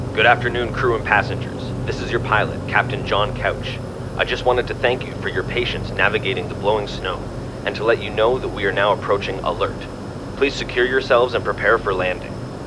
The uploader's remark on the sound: Recorded at Jessie’s Jazz Cafe, Toronto